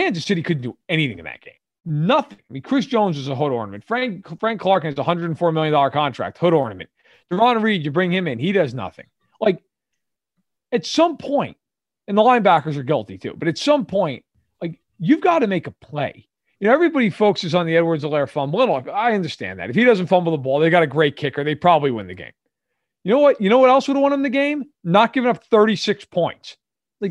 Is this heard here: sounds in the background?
no